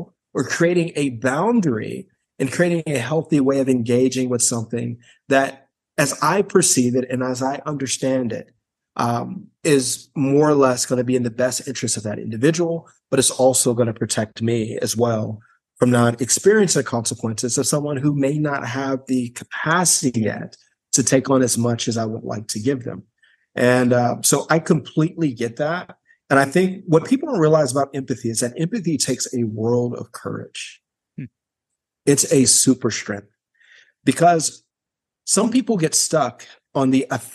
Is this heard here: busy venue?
no